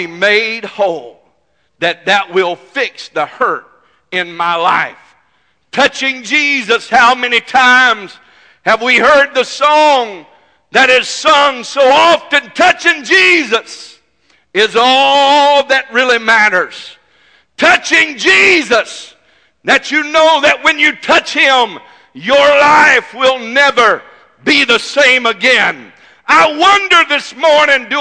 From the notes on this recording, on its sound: This message is broadcast live from First Pentecotal Church in Silsbee Texas.